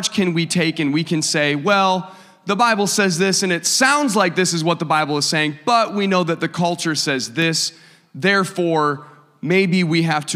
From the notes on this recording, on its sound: A service recording from Connect Point UPC.